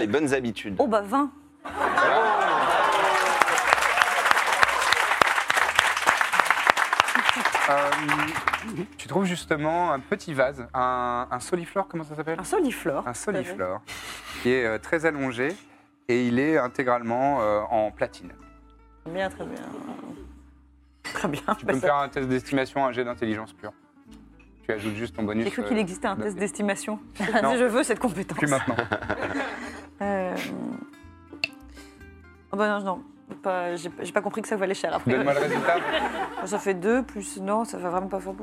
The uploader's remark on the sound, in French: Final en public